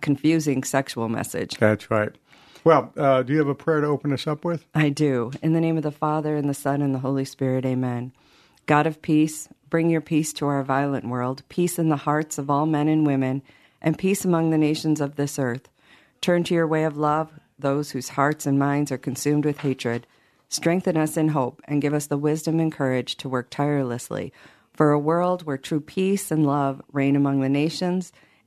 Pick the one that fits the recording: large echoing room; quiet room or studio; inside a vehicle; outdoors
quiet room or studio